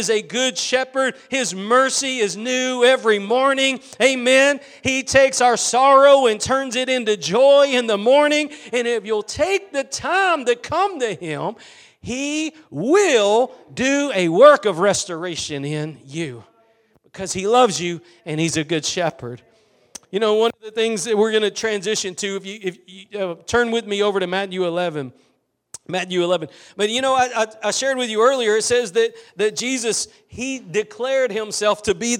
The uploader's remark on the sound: Preached at Gospel Lighthouse in Bossier City, La.